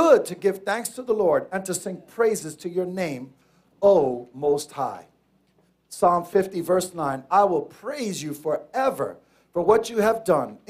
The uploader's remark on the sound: Here is our Final Message delivered at our church located at 11 Certified Dr., Middletown, NY 10940.